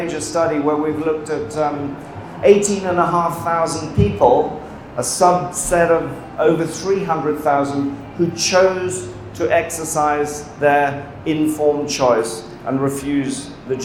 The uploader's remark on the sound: talk from last weekend's #CrowdResilience On Tour event held live in Austin, TX, USA